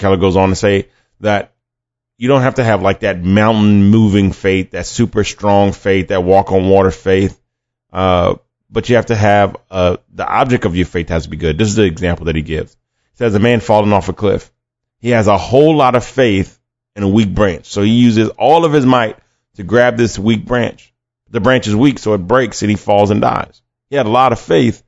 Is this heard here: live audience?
no